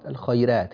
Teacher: الخيرات، لا تنسى ترقيق الراء، لا تقول الخيرات، الخيرات، هذه راء مفتوحة وقبلها ياء ساكنة.